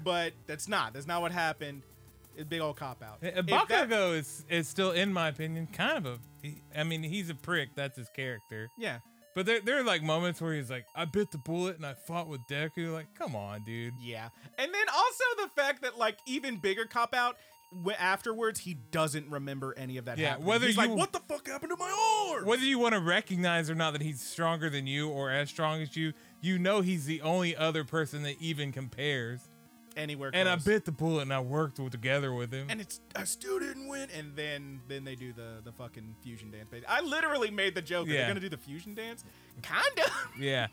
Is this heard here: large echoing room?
no